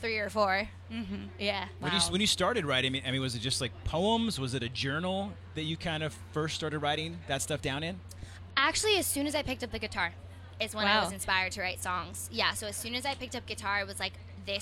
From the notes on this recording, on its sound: The MIX is live backstage at Lollapalooza 2022!